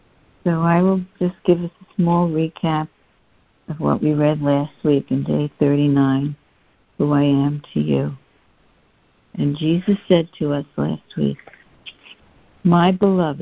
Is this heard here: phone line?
yes